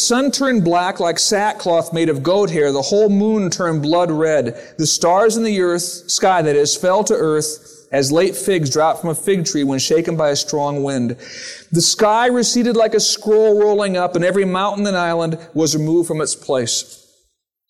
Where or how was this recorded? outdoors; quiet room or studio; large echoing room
large echoing room